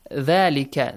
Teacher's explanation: There is an alif mad. How many counts? Two counts. · Term: Mad tabi'i or natural